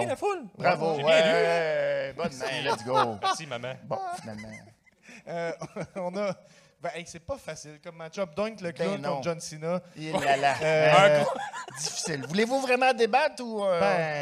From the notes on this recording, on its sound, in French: Live au FESTIPOD.